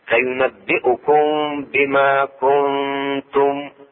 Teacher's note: إخفاء النون الساكنة مع التاء، كنتم حركتين مع الغنة